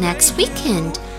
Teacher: Next 的 t 不要读出来，weekend 这整个单词本来就应该连读